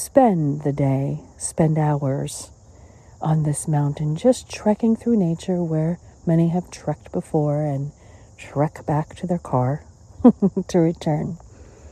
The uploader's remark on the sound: LIVE from Sugarloaf Mountain, Maryland, USA. This is a special on location Walk and Talk of our Mindfulness Summer Tour 2022.